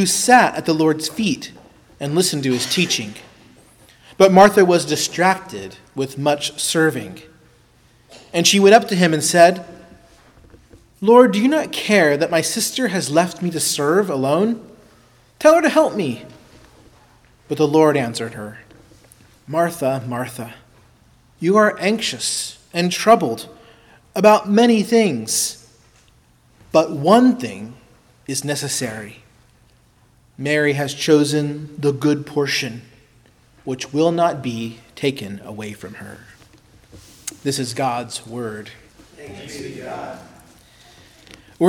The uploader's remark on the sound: preached at Christ Our Savior Baptist Church